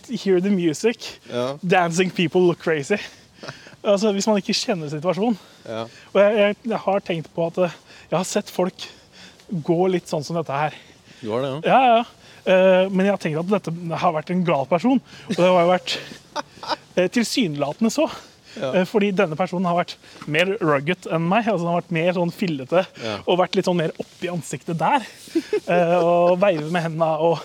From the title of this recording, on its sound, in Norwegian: Podcast UTENDØRS på tur!!